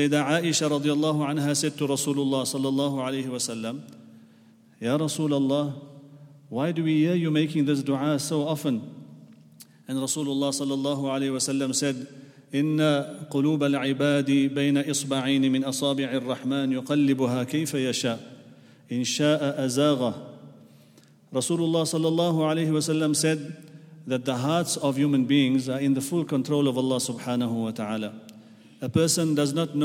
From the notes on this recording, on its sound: at The Houghton Masjid (West Street)